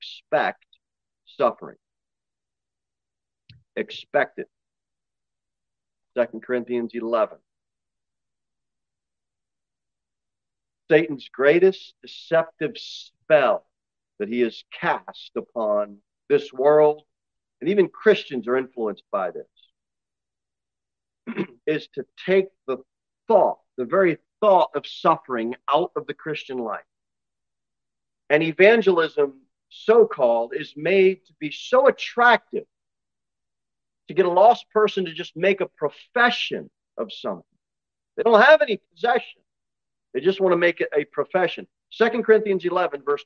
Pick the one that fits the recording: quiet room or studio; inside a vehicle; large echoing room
large echoing room